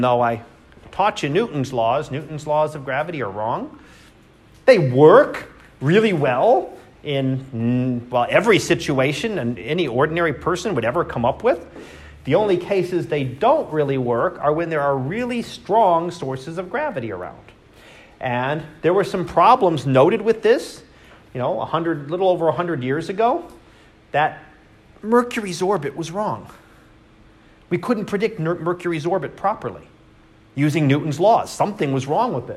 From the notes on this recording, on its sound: Live Class Lecture.